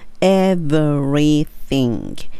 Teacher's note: ev の時に下の唇に歯がタッチして r の re が来て th のベロが出る